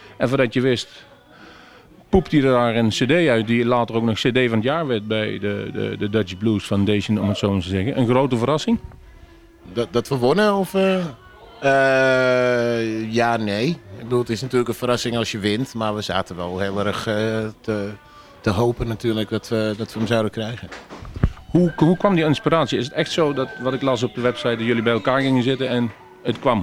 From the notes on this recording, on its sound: Live in Bluesmoose café